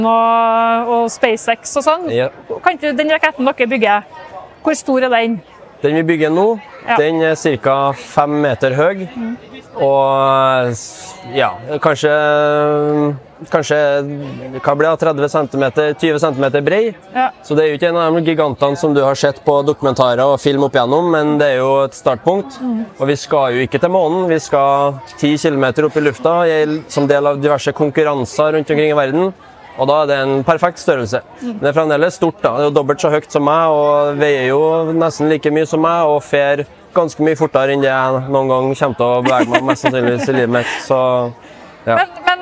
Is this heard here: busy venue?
yes